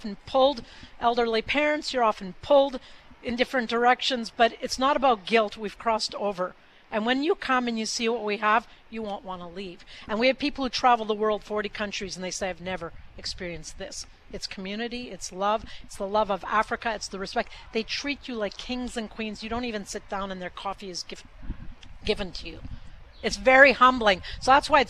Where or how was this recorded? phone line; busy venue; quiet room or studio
busy venue